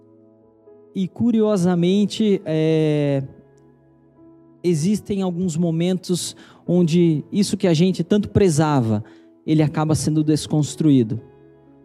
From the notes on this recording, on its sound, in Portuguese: Pregação transmitida ao vivo.